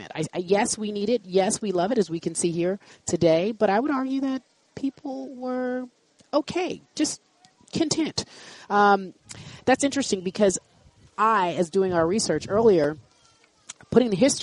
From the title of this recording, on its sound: Live From Rams Camp